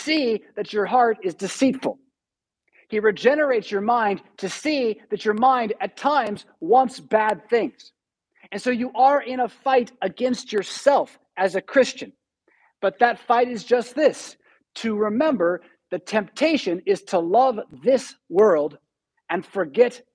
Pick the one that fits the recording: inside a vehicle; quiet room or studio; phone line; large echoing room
large echoing room